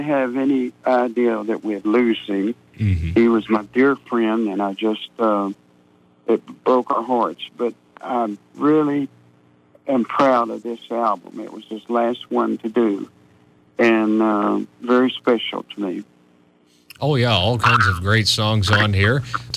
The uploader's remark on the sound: He called in to chat